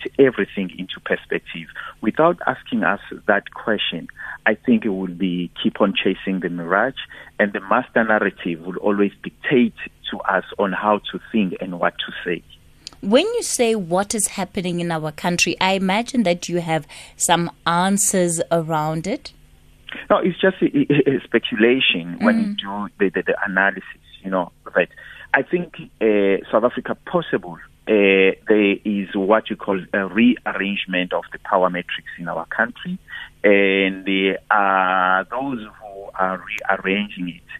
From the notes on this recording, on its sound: we are joined on the line